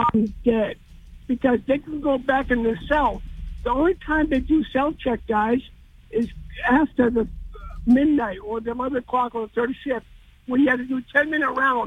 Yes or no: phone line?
yes